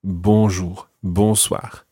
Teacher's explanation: bonjour and bonsoir both have the same beginning. It's the word bon, B-O-N, and it's that nasal sound.